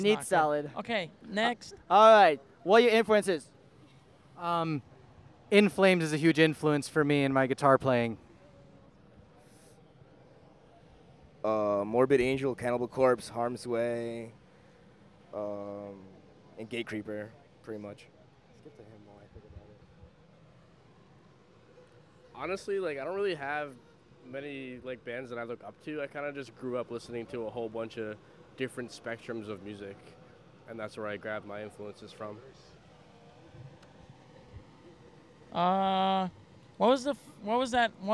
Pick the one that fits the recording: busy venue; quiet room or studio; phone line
busy venue